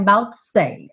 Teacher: Porque pela questão aí da métrica, da música, esse O do to realmente não aparece. Fica what I'm about to say.